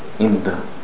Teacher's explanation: the dal comes from the tip of the tongue and putting it above the top front teeth, the gums above the top front teeth